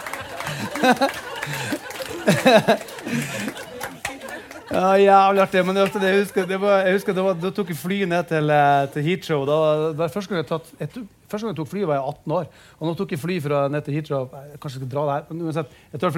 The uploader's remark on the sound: LIVE fra Vinterlysfestivalen.